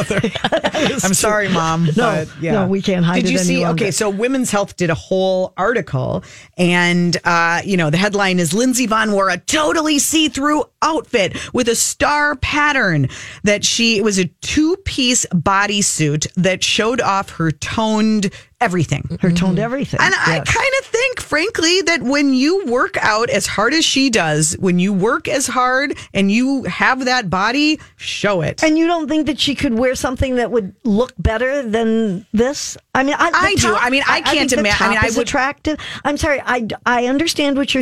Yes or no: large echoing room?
no